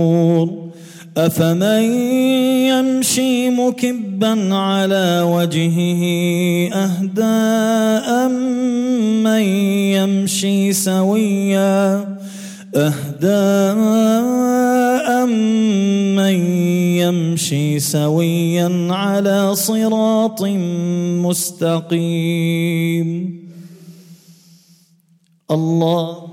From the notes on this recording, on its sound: at the Houghton Masjid (West Street)